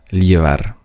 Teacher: Doppel-L wird also ausgesprochen wie ein J. In einigen Regionen Spaniens wird es ausgesprochen wie LJ